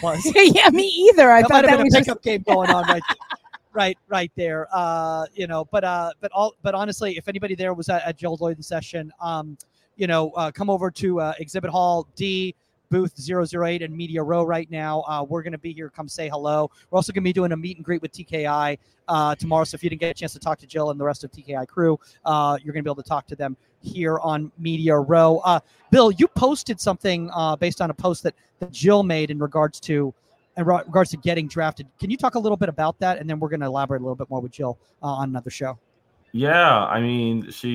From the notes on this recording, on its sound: Live From Convention. Meet US in Exhibit Hall D On Media Row! We are Live At The NWSL Draft in Anaheim CA.